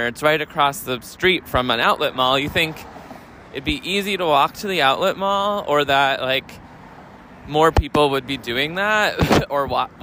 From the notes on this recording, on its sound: Chicago. We take a walk from the casino to the movie theater.